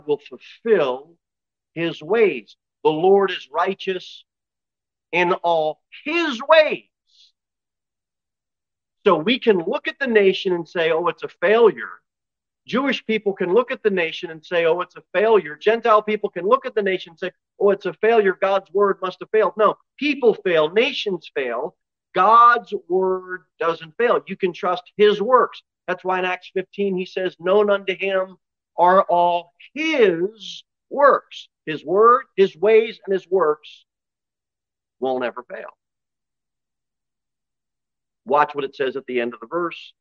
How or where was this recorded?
large echoing room